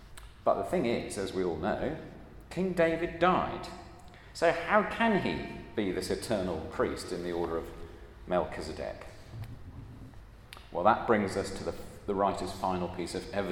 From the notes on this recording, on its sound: at a Christians in Parliament Chapel Service which was held in the Chapel of St Mary Undercroft on Tuesday 20th June 2023